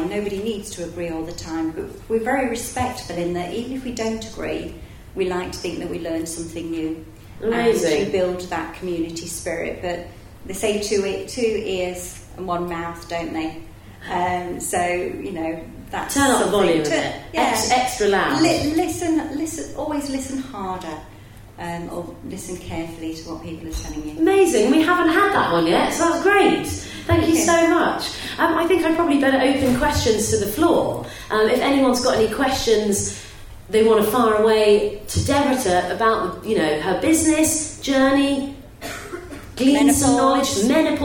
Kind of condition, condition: setting, live audience